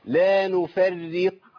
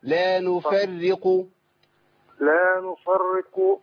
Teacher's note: الراء عندي مشدده بالكسر فتبقى مرققه